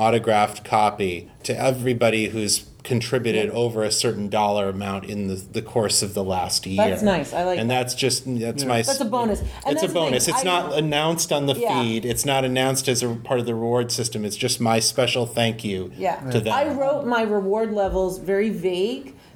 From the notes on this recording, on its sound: In this panel from Balticon 51